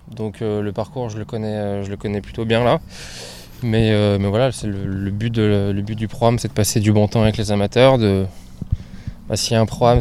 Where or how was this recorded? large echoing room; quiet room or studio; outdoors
outdoors